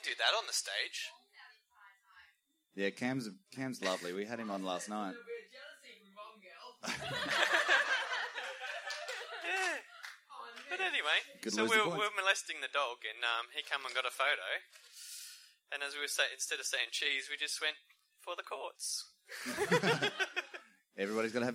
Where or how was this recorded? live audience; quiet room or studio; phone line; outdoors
live audience